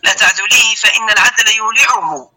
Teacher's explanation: الضرورة تجعلني أشبع الهاء · Term: الإشباع